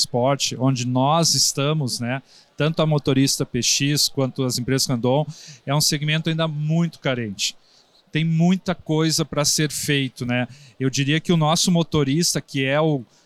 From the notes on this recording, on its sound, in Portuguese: Tivemos o prazer de gravar alguns episódios do Growthaholics ao vivo no ACE Summit 2023.